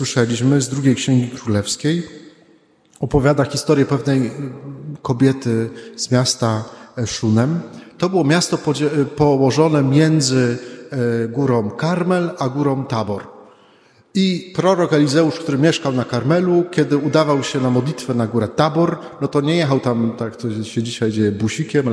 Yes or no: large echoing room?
yes